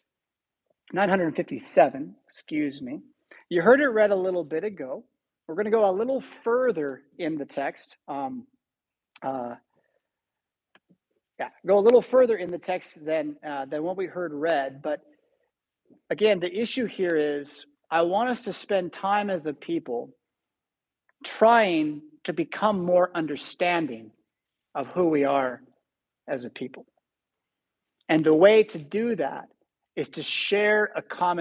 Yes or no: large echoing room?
yes